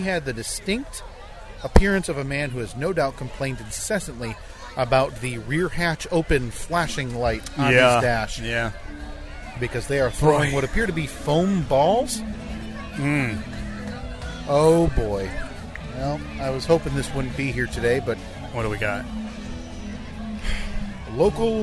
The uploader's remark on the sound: Memorial Day Parade-Cast 2023! The first 15 minutes of audio sound pretty rough. Once we got it dialed in (somehow?), it actually sounded half decent…at least, as decent as a podcast recorded in the bed of a 1988 Jeep Comanche while attending a parade can sound!